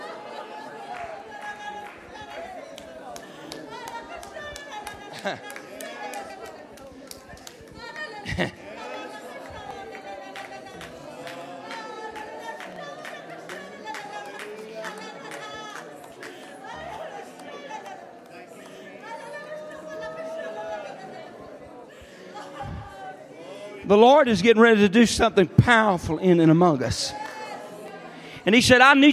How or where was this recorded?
large echoing room